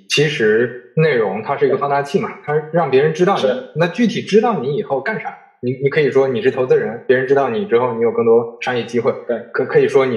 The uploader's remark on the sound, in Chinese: 本期线上录制，由于收音环境不佳，建议尽量公放、或将耳机音量调低一点点收听。